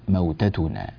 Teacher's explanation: نضم التاء موتتنا، ولا نقول موتتنا